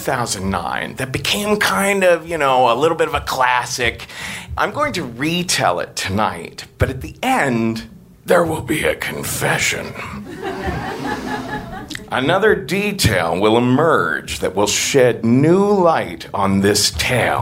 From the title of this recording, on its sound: Live From NYC Podfest 2014